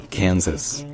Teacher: Dans Kansas, en fait, l'accent tonique est sur le can, donc c'est Kansas.